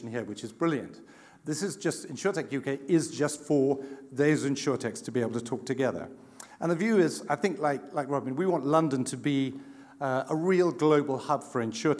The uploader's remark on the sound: the recording of Part 2 of our 29th January event from The Steelyard